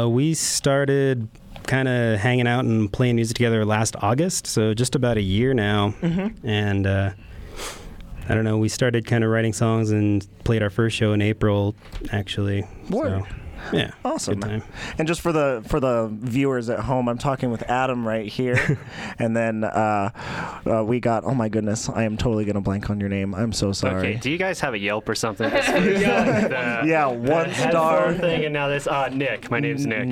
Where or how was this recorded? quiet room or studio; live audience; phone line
live audience